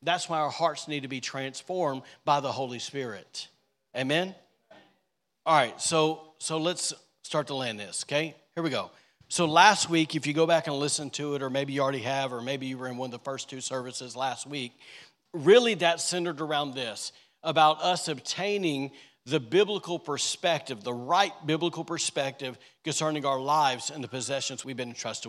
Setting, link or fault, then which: setting, large echoing room